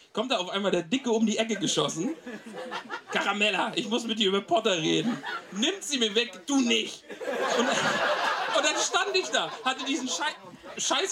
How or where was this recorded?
live audience